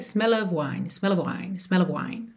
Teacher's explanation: É, aqui fica tudo bem ligadinho, the smell of wine, the smell of wine. Então, esse of, of, sempre com som de of, e o o não é aquele o super definido